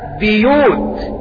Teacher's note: فكلمة بيوت قرأت بكسر الباء بيوت لمناسبة الياء بعدها